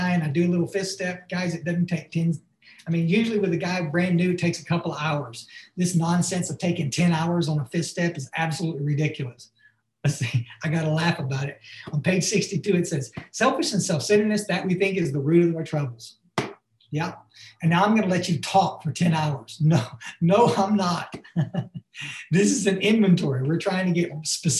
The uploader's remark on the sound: Barnsley UK Zoom meeting on 5-19-2021